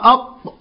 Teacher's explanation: أقصى اللسان فوق وما يحاذيه من الحنك الأعلى، وده مخرج القاف